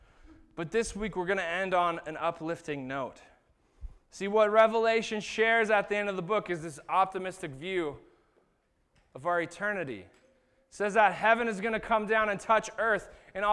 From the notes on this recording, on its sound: This was the sermon that was preached at Shelton Church of the Nazarene on August 11th, 2019.